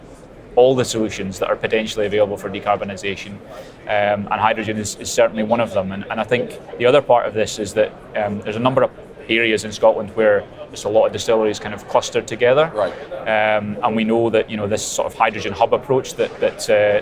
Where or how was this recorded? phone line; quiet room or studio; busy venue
busy venue